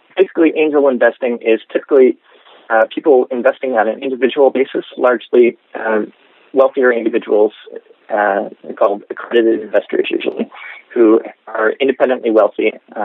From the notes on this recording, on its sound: I apologize in advance for my audio quality — I was calling internationally from an iPhone.